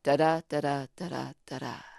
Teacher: the iamb is that combination of unstressed and stressed syllables · Term: iambic tetrameter